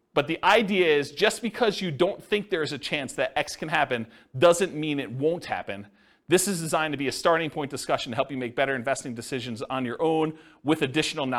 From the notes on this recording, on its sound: This was a live class recorded